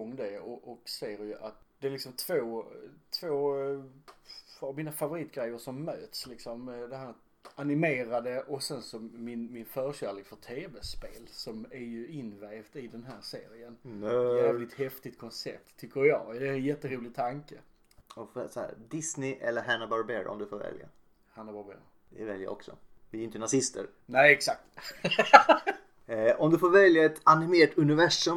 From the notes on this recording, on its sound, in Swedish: Detta är första försöket så vi hade lite strul med ljudet och var inte helt vana vid upplägget.